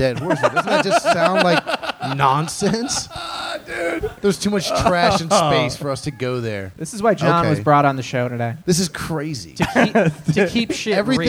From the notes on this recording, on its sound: This live talk show is recorded in front of a human audience on Sundays at Chameleon in Northside, Cincinnati.